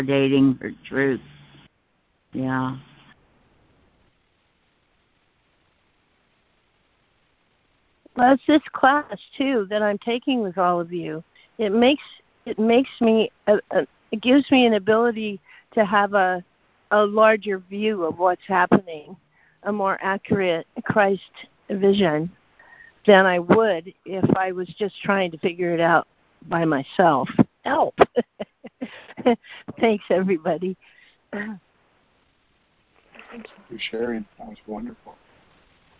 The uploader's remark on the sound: ACIM Daily Conference Call